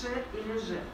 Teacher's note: Иногда неправильно произносят «ш» или «ж». При произношении русских «ш», «ж» у нас язык, передняя часть языка, приближается к нёбу, к твердому, чуть выше вот альвеол туда. некоторые неправильно произносят, и появляются так называемые воздушные шипящие, когда произносят ш, ж, то есть образуется очень большая вот по центру языка ложбинка, через которую выходит воздух достаточно сильно.